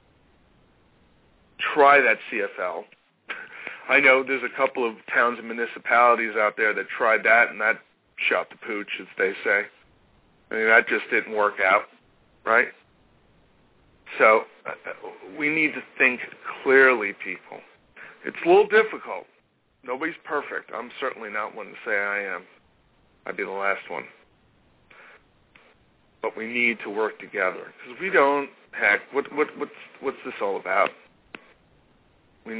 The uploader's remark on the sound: Takes Calls